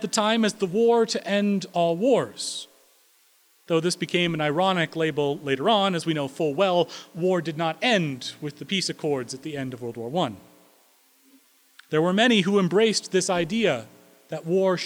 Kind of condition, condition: setting, large echoing room